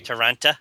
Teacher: If you're from Toronto, you don't pronounce the second T.